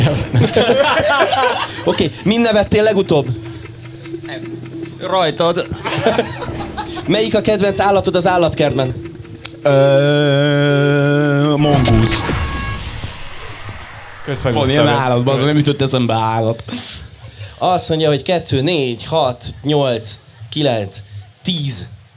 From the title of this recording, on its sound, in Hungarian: Beat Live: Strand Fesztivál Közönségtalálkozó